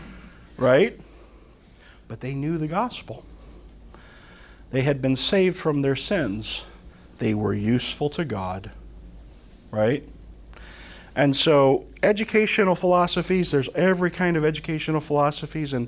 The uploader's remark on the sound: From the Summer 2015 Clearnote Conference.